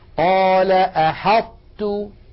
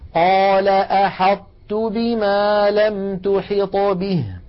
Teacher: نطبق المخرج على طاء من غير قلقلة ثم نفتح على تاء · Term: إدغاما ناقصا